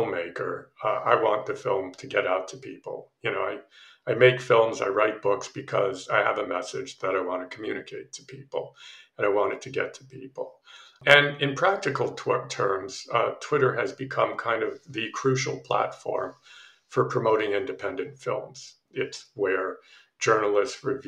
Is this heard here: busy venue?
no